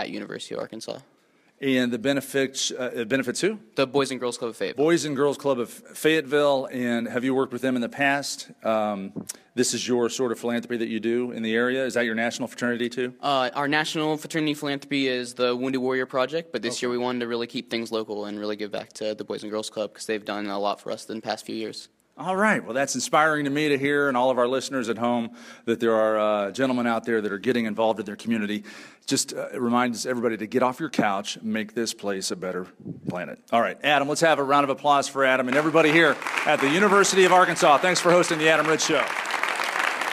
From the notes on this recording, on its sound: Live at The University of Arkansas, with a Crawfish Boil for MDA. This show starts with a live studio audience at the University of Arkansas. In Fayetteville we talk to 2 student leaders.